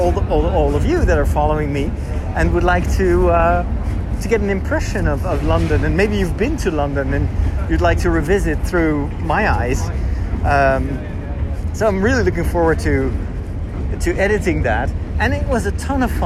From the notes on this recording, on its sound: During a walk through Borough Market in London. I recorded the episode on my iPhone, and it’s therefore best listened to on speakers because of the iPhone’s aggressive noice-canceling.